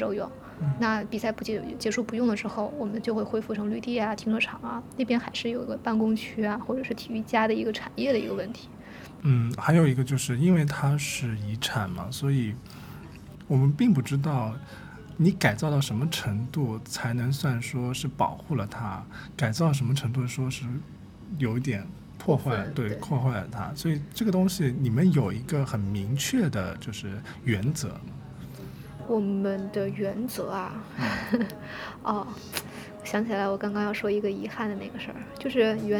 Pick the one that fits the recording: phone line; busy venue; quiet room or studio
busy venue